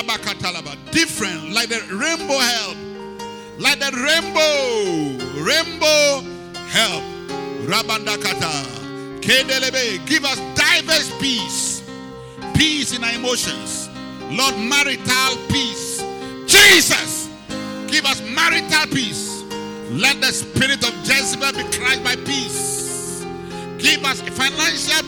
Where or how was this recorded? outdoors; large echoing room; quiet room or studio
large echoing room